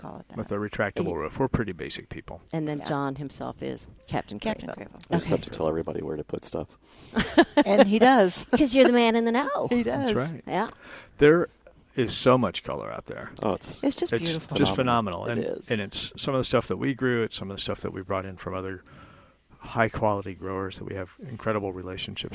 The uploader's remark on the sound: Live at Prairie Gardens